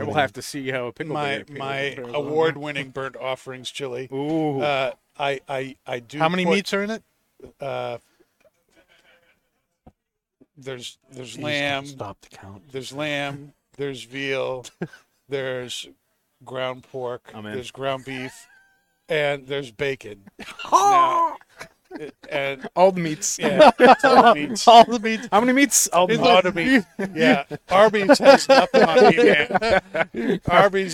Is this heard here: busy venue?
yes